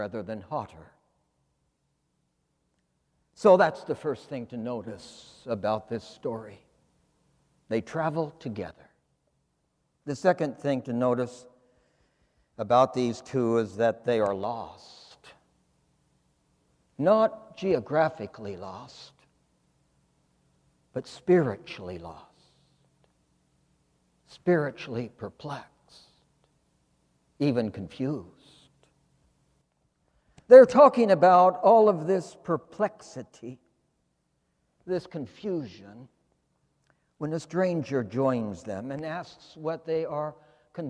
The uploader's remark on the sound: In his sermon, preached for the Second Sunday of Easter, April 19, 2020, at St. Philip's Church, Charleston. In this season of quarantine.